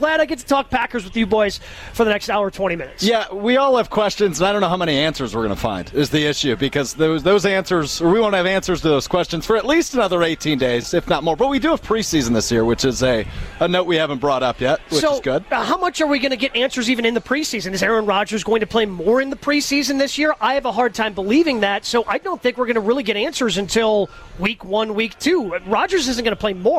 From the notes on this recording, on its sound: live from Summerfest